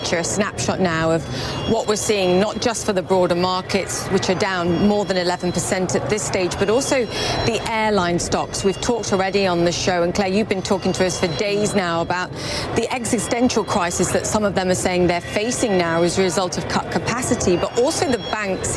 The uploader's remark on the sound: live from the New York Stock Exchange